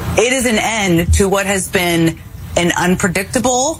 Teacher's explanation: She kind of does the vocal fry, doesn't she?